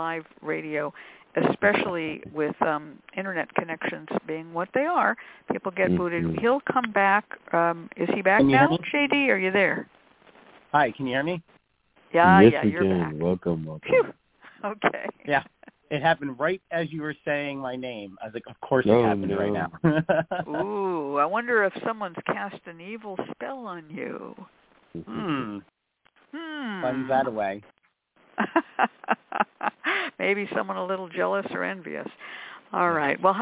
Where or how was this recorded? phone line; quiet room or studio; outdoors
phone line